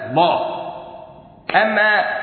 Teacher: لو إظهار لجعل سكت بين اللام واللام